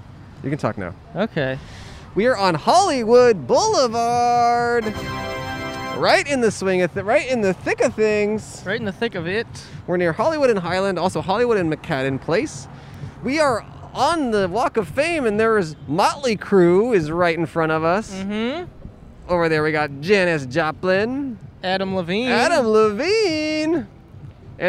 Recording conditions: outdoors